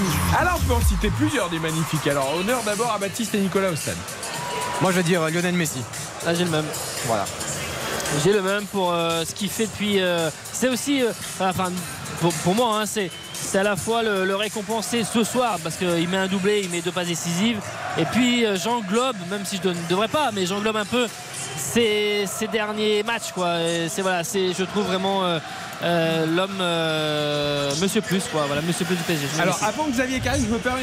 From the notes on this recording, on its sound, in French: En direct du Parc des Princes.